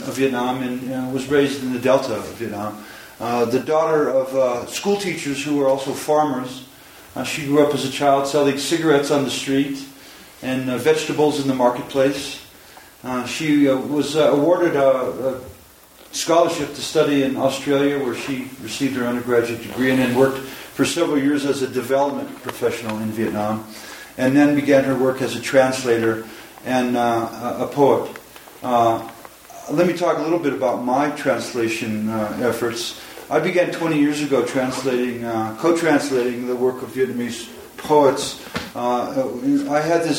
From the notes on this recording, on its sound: Recorded at the Lannan Foundation in Santa Fe, New Mexico on March 1, 2015, as part of Lannan’s Poetry Sundays. Took questions from the audience.